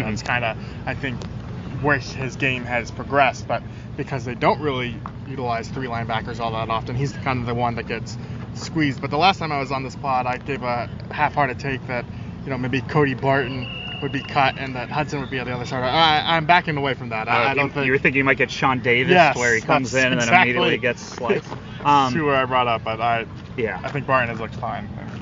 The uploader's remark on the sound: Talking live from Commanders training camp